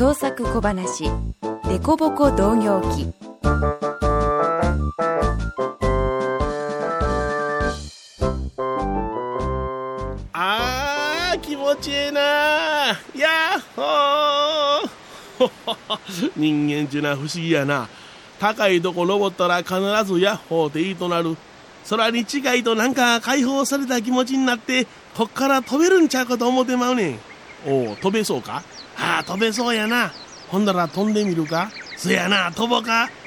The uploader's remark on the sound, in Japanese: 小雨交じりの霧が立ち込める中での収録でした。